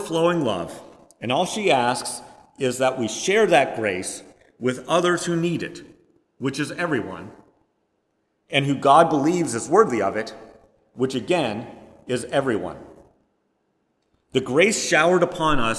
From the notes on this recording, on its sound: Preached on September 18, 2022, at First Presbyterian Church of Rolla.